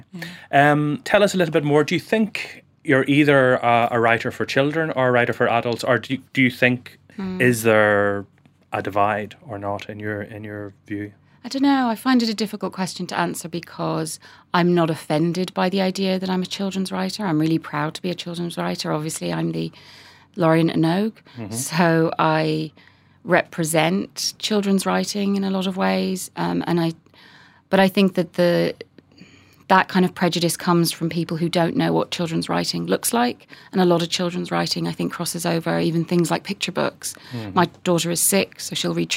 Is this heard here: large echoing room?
no